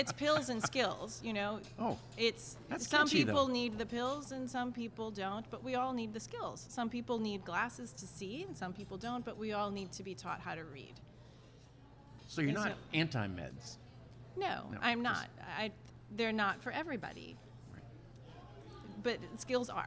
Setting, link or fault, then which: setting, busy venue